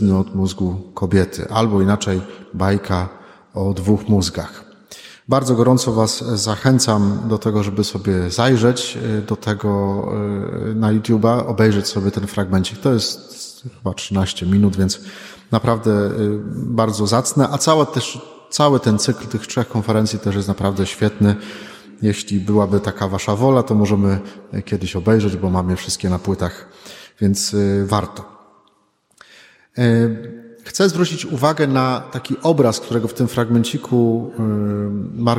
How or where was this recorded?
large echoing room